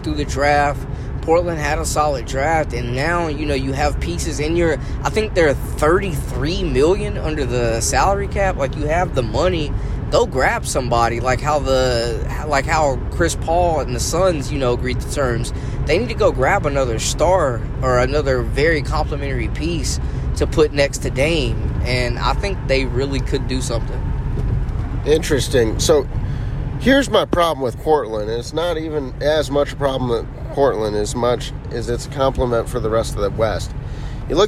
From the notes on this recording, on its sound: Go for a car ride. In this unedited raw audio file.